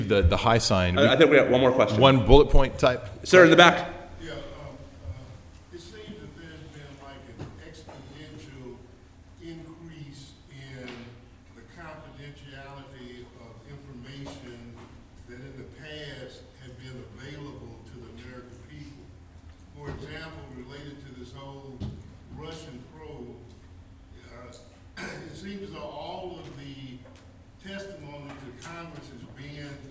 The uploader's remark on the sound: Live episode! We recorded this morning before a live audience at the University of Texas School of Law reunion weekend. It was a packed house of terrific alumni.